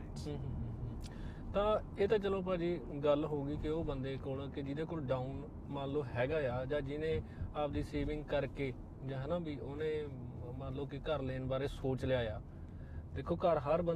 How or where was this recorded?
inside a vehicle